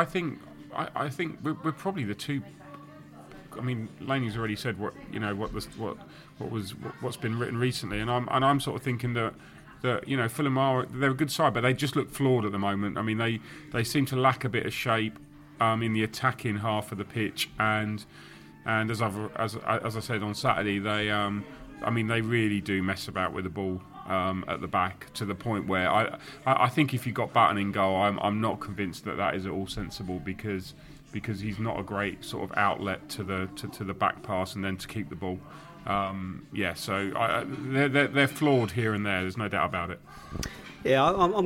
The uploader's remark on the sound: Hull City pre-match podcast from the pub